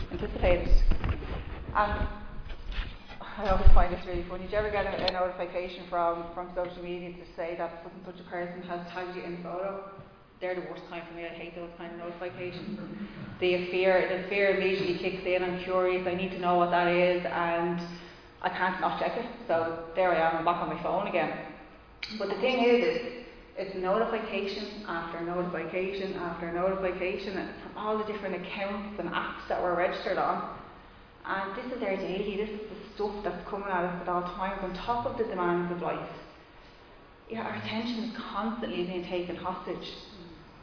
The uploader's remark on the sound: Recorded live in Liberty Church on 29 August 2021